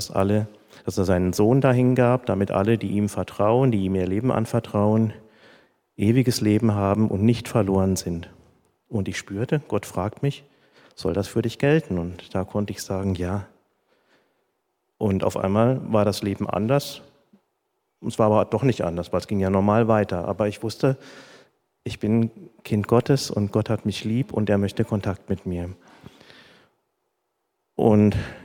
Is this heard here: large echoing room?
yes